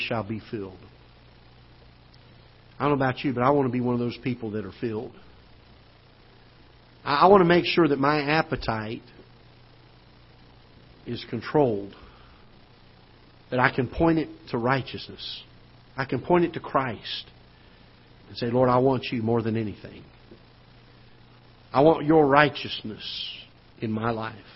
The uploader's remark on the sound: Ketha Heights Baptist Church ~ Live Broadcast